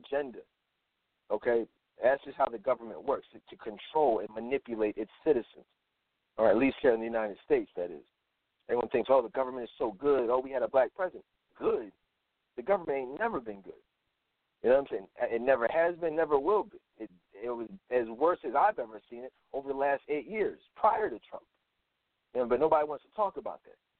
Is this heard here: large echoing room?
no